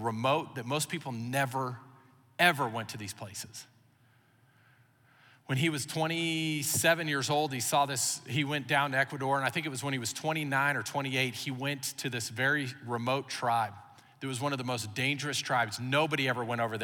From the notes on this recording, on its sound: Recorded live during our Wednesday night service